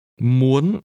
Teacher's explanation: want is pronounced with a high rising tone.